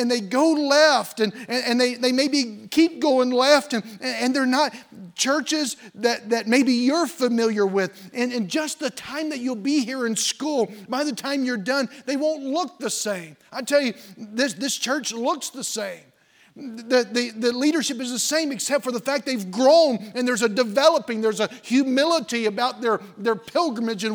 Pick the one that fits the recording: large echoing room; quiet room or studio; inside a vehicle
large echoing room